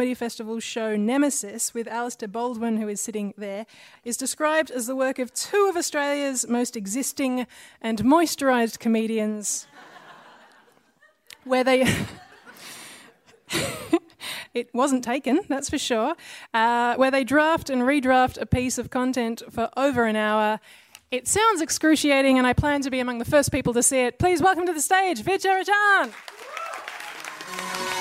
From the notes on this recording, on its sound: Sci-Fight hits Kalaide Theatre for this special National Sustainable Living Festival event!